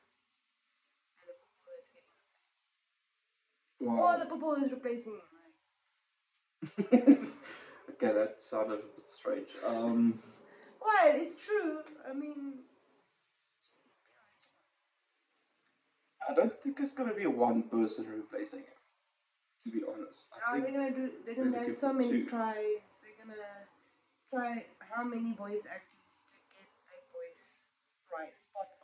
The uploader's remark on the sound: We are aware of the audio quality not being that great, we do apologize for that.